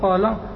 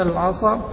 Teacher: الصاد مطبق من بين سائر حروف الاستعلاء بكونه أقوى تفخيما من غير المطبقات · Shown in: second take